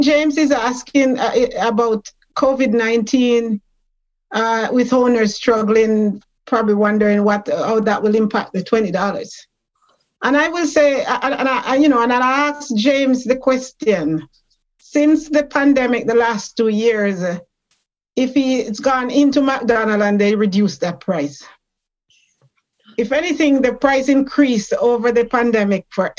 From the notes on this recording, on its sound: GBC's fully digital Labour Fair. A Zoom keynote lecture.